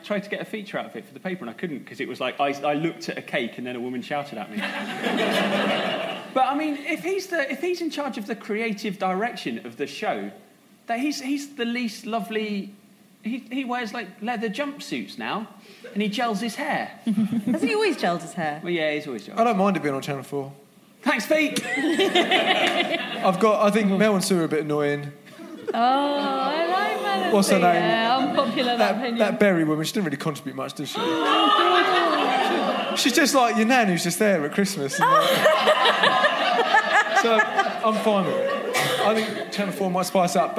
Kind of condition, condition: setting, live audience